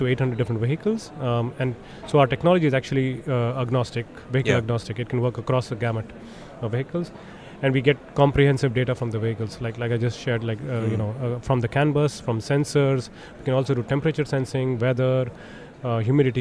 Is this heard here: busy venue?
yes